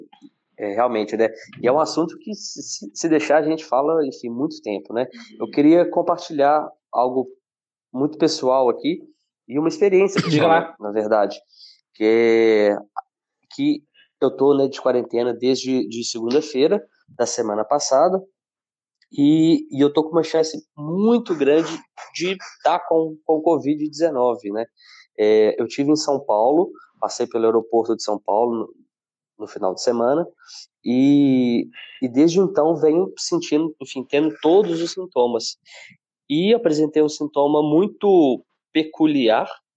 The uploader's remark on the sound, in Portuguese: Neste programa, gravado em ambiente virtual, trocamos experiências.